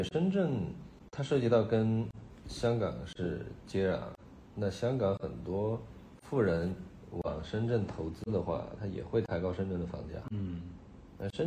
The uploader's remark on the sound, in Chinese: 首次录播客，录音、剪辑、制作都还有点把握不住，先说声抱歉。